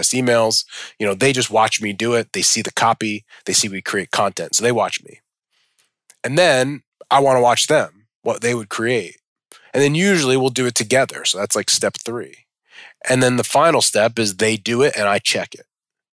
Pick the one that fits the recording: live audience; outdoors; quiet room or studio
quiet room or studio